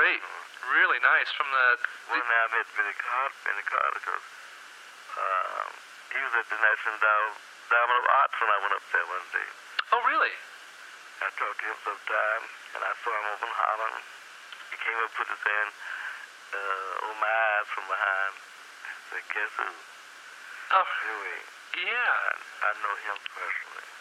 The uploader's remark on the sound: Phone call.